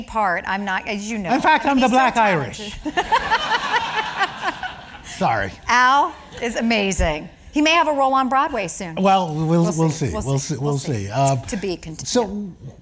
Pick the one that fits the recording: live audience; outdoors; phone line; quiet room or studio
live audience